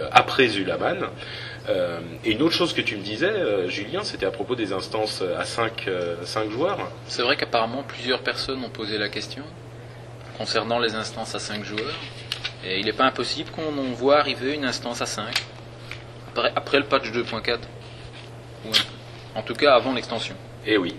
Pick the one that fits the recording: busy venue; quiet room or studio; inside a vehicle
busy venue